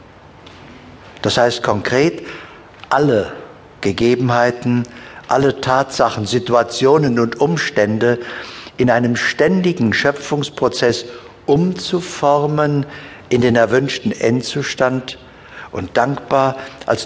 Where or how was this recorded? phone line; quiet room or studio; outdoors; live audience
live audience